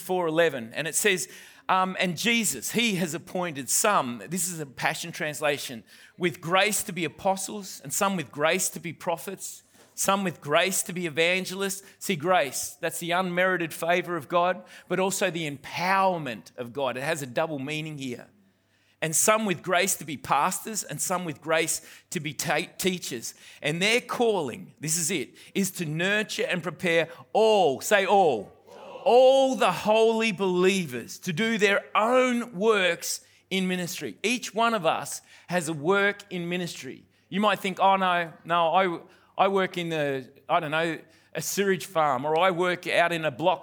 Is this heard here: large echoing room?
yes